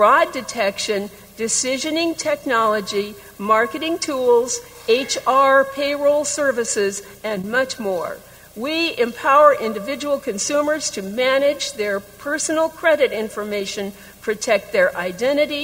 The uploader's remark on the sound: 2023 American Council of the Blind 62nd Annual Conference and Convention Renaissance Hotel and Conference Center, Schaumburg, IL and, via Zoom and ACB Media. General Session, July 6, 2023, Schaumburg Ballroom.